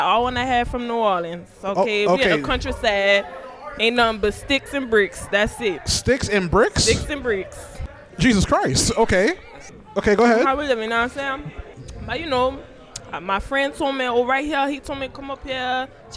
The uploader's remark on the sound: A live show from Nyc Lab Rats " Spaced Out" Event.